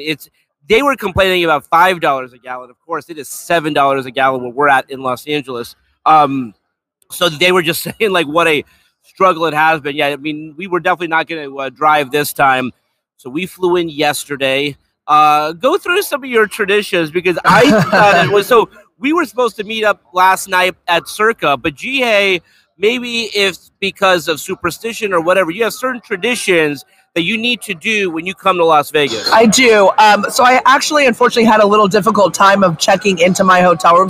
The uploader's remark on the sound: LIVE in Las Vegas from Circa Sports.